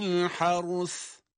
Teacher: Önce ra cezimle okunuyor, sonra sa harfi peltek olarak.